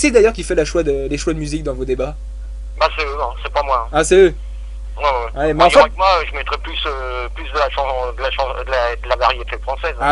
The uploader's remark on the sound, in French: en Prive au Telephone